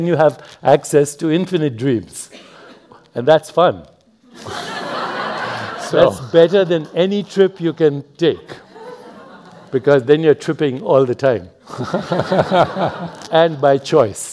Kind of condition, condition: setting, live audience